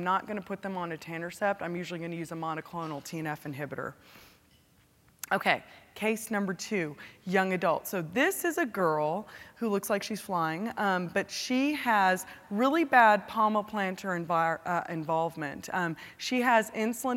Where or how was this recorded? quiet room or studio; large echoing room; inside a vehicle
large echoing room